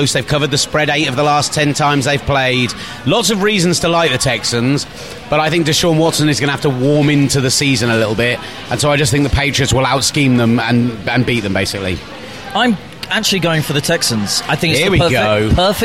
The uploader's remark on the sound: live from a random restaurant in South West London